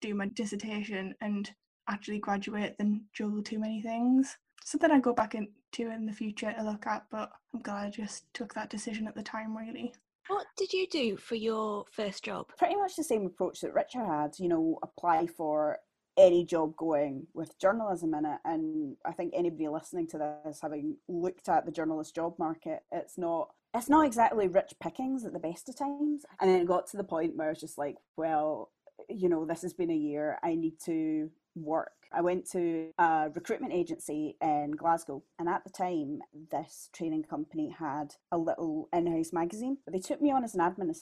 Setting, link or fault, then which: link, video call